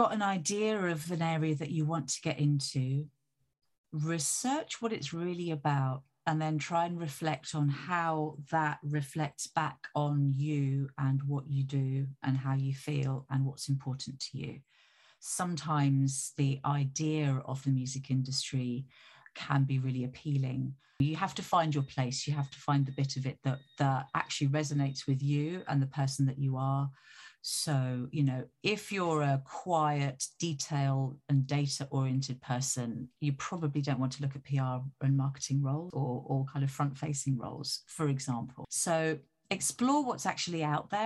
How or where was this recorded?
video call